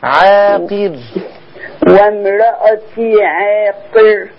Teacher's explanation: عاقر مد طبيعي حركتين بس